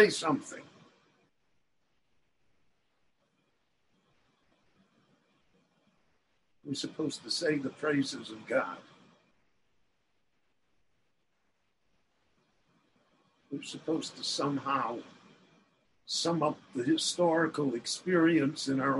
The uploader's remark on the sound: The following lecture was delivered LIVE in Jerusalem via Zoom.